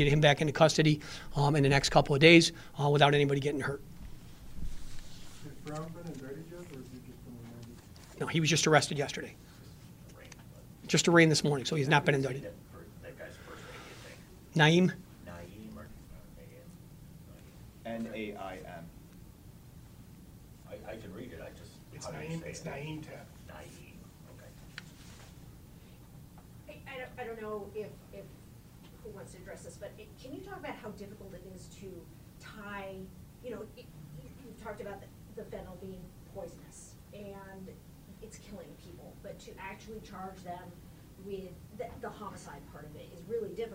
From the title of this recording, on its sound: Erie County Sheriff's Office press conference